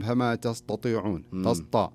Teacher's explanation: أي بالضبط، بعض الناس يقول فما تستطيعون تسطى، هذا فخم عكس، فخم حرف التاء فجعله حرف استعلاء